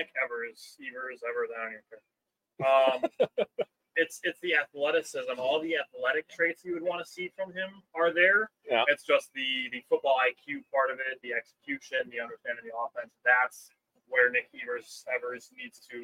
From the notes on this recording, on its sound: Live from Isaac's Sports Bar and Grill.